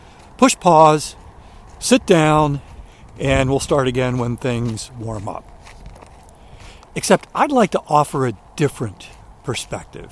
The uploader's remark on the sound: During today's ten-minute walk